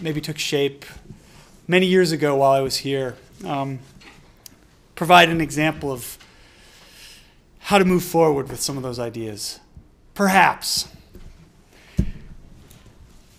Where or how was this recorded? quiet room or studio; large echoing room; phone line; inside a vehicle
large echoing room